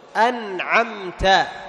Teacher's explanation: فتظهر سكون النون وتظهر سكون الميم